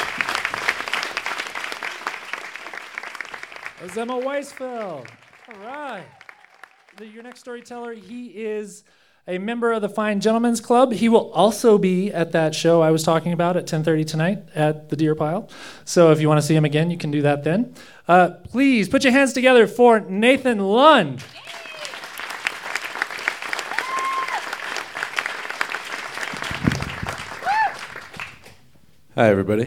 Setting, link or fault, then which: setting, live audience